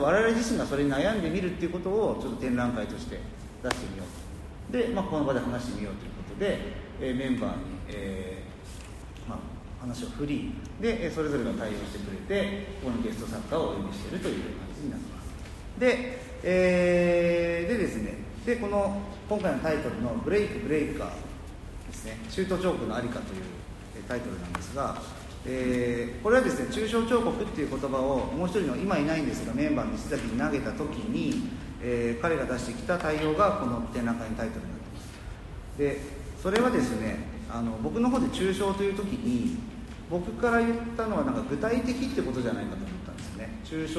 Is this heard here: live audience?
yes